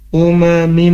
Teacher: huruf mim ketemu dengan tanwin harus ditahan, dimasukkan ke hidung, dan apa namanya ya, gunnah gitu ya hukumnya.